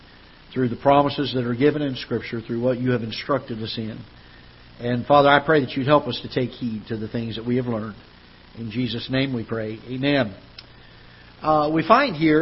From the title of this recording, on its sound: Ketha Heights Baptist Church ~ Live Broadcast